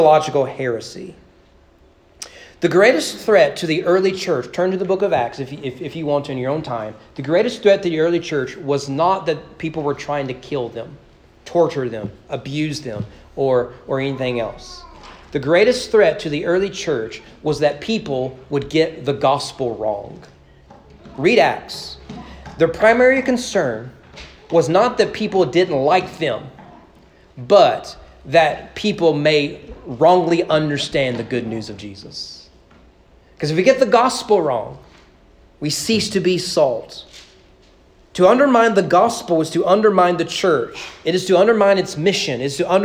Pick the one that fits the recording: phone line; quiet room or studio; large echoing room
large echoing room